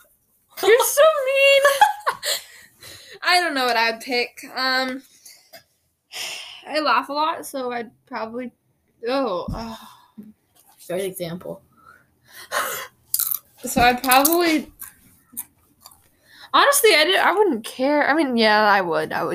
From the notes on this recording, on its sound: we are so sorry if our audio is just not working out great today.